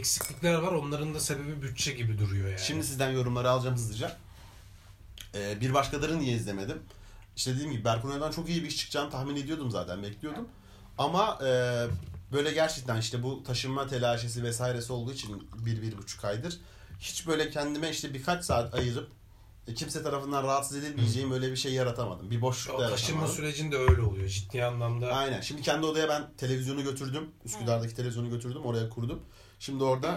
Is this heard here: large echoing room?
no